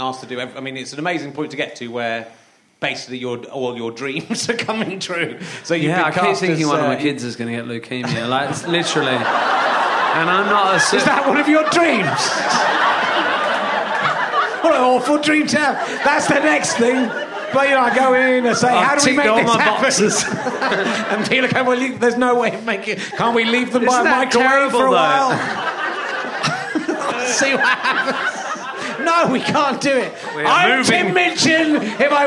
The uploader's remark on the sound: Leicester Square Theatre Podcast